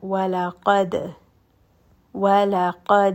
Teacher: So you can hear there is just that slight bouncing on the dal. The reason for this is that the makharij of these letters of Qutb Jadd is hardly audible when you have these letters with a sukoon. · Term: qalqala